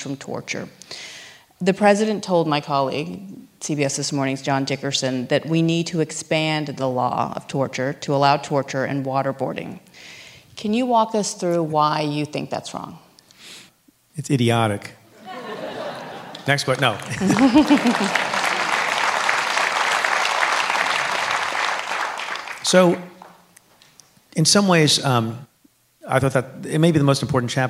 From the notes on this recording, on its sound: at a live taping of Stay Tuned at NYU’s Skirball Center.